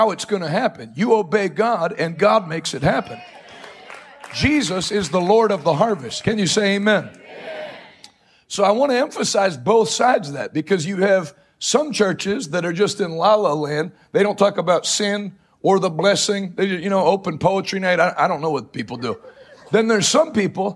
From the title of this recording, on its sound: LIVE from Salem, Oregon